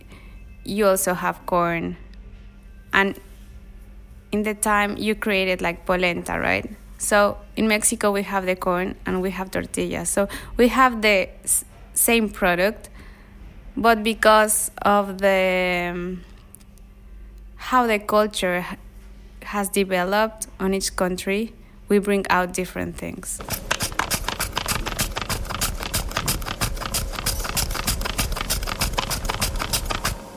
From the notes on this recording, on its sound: Special episode with ASMR kitchen sounds. An episode recorded in the kitchen of the restaurant. The intimate 45-seat restaurant. The episode is also rich with ASMR sounds from the kitchen: tostadas frying, tortellini boiling in pasta and knives methodically chopping carrots.